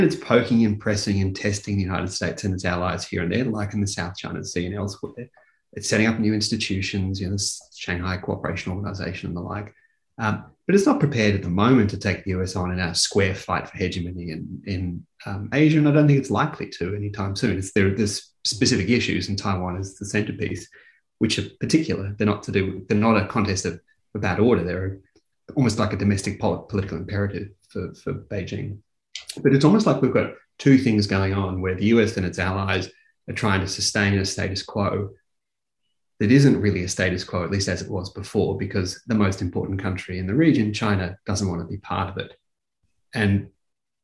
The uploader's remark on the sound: In this webinar, an expert panel considers where conflict is likely.